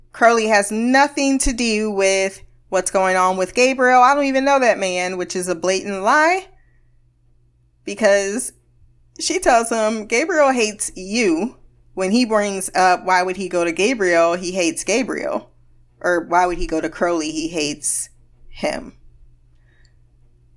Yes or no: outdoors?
no